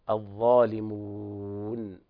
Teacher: ولابد من ضم الشفاه عند الوقف أيضا مع المد 2 حركات أو 4 أو 6 من مد العرض وبيان سكون النون